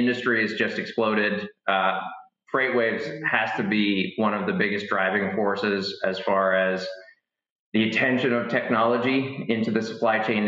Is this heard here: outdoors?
no